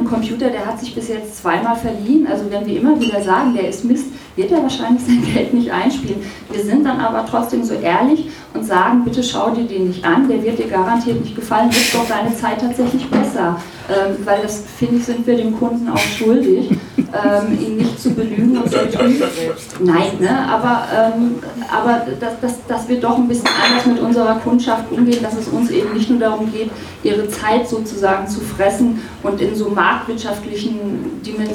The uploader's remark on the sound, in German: Videodrom Live-Talk. Die Wortmeldungen aus dem Publikum wurden aufgrund der mangelhaften Tonqualität stellenweise gekürzt.